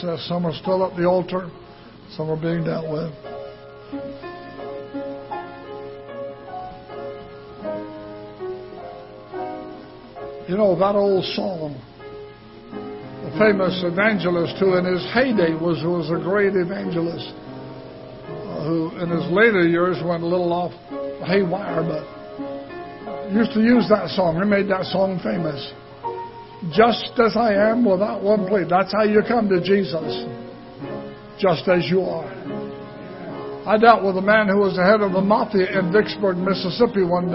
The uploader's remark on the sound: Ketha Heights Baptist Church ~ Live Broadcast